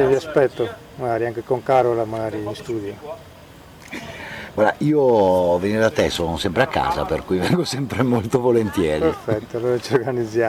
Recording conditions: busy venue